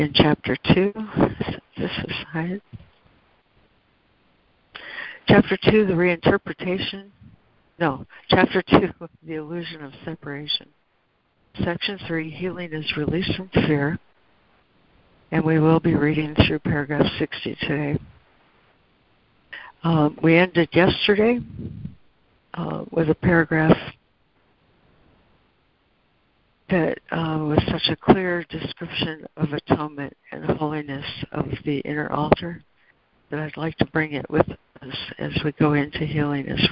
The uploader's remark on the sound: ACIM Daily Conference Call.